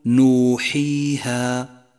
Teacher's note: فالمد الطبيعي هو أن يأتي حرف المد ولم يأتي قبله همز ولا يوجد بعده همز أو سكون. يمد المد الطبيعي بمقدار حركتين، وقدر بعض العلماء زمن الحركة بالوقت الذي تقبض فيه الأصبع المبسوطة.